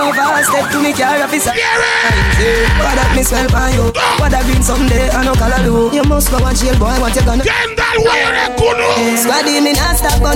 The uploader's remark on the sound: Live Audio Bashment Limón Costa Rica 05-12-2009